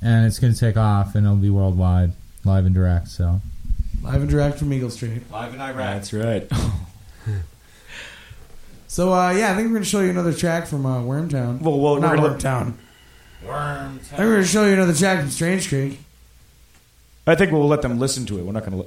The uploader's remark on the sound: About some slight echoing, but its trippy that way anyways.